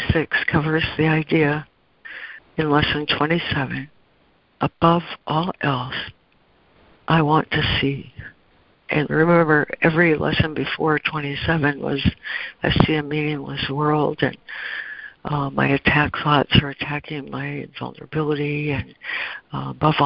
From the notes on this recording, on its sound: ACIM Daily Conference Call